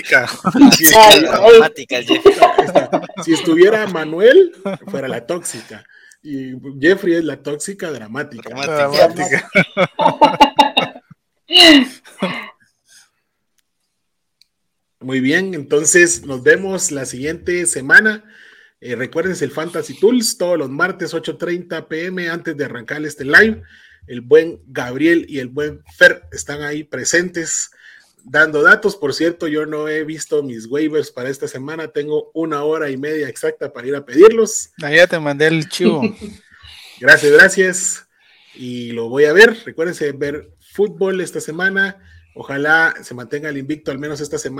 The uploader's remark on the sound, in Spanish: Las disculpas del caso por cualquier inconveniente en el audio, este es un programa que se trasmite en vivo via Facebook y YouTube